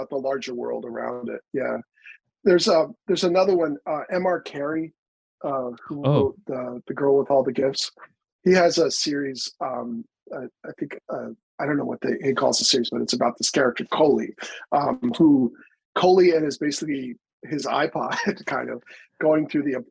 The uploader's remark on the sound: launches into the Damn Library Zoom Zone